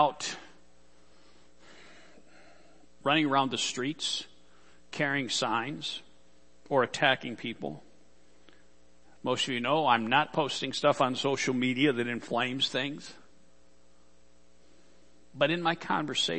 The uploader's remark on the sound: Worship Service - Audio